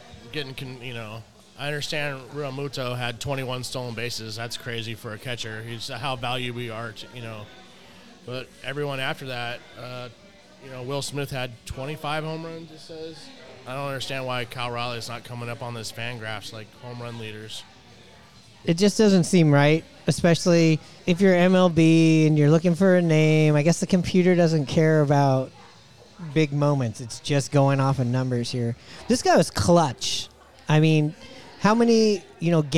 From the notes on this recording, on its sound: Recorded at Murphy's Pub in Wallingford.